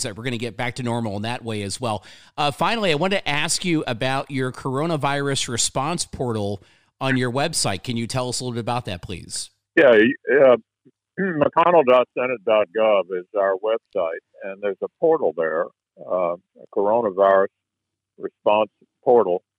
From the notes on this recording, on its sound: Via phone.